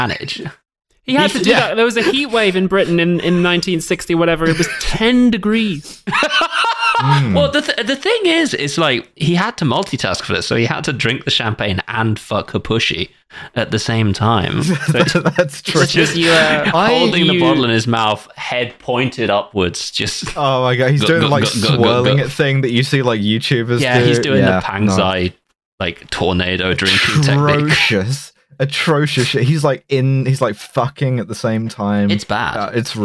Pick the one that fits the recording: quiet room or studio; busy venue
quiet room or studio